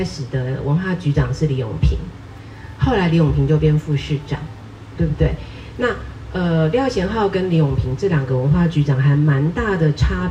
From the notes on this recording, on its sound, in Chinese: 本集節目為《臺北．城市．博物館》新書座談活動側記音檔。活動現場錄音，聲音無法與錄音室匹敵，敬請見諒。臺北．城市．博物館》新書講座。